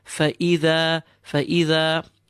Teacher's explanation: Make sure that you clarify the hamza between the fa and the dal. Keep it nice and clean.